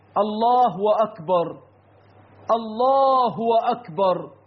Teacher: كذا من أخطائهم إشباع هاء، إشباع ضمت الهاء في لفظ الجلالة حتى تنقلب إلى واو